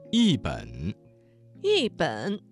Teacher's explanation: 这个词当中的一字在3声之前变成了4声 · Term: 语流音变